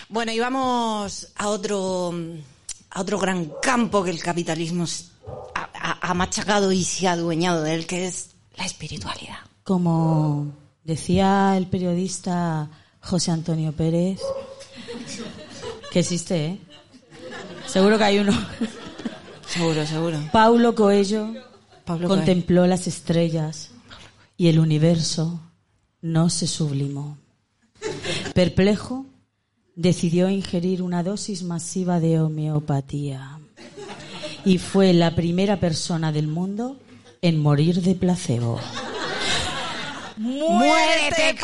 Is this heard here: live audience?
yes